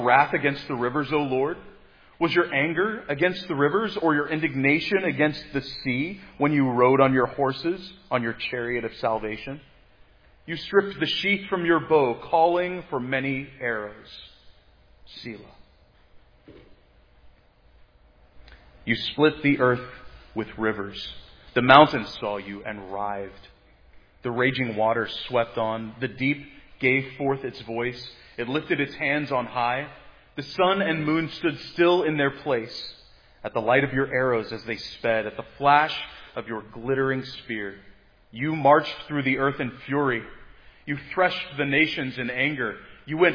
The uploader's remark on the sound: Preached at Providence Church on Sunday, April 24, 2022. This sermon on Habakkuk 3 was preached at Providence Church on Sunday.